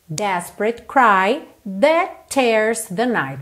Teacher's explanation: Desperate, sílaba tônica na primeira.